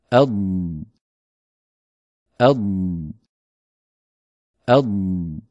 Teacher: استمرار الصوت وعدم انقطاعه هذا مو استطالة، هذا رخاوة